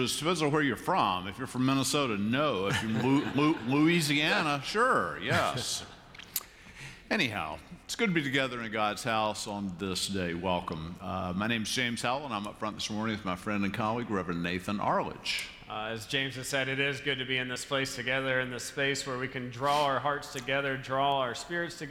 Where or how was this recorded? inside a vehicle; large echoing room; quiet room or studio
large echoing room